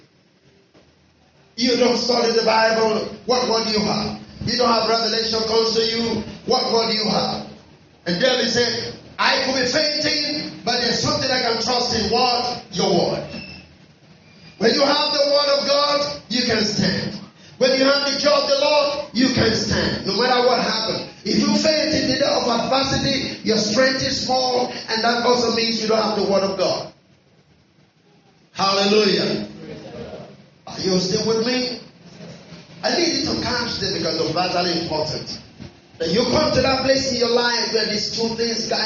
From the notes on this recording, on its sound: Our apologies on the audio quality